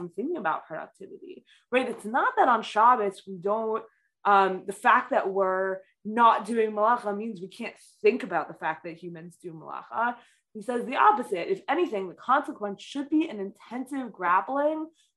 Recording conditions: video call